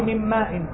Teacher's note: نون من طرف اللسان والميم من الشفتين